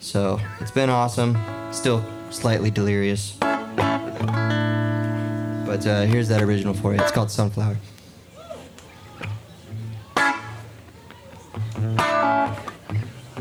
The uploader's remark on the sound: Recorded live at Late at the Lake, at Mozart's Coffee Roasters in Austin, Texas on Tuesday, July 12th, 2022.